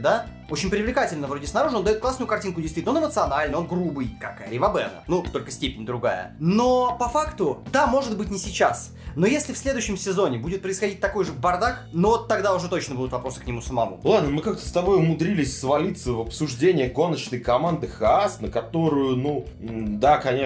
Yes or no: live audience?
no